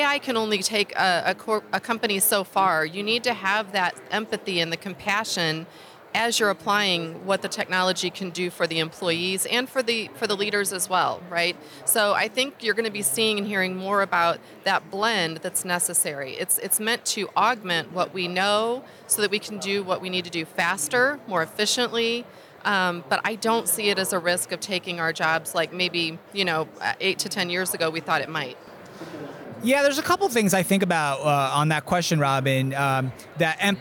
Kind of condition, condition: setting, busy venue